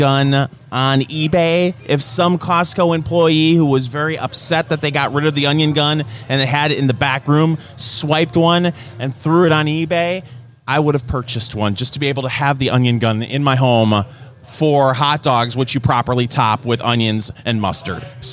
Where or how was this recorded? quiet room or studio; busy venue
busy venue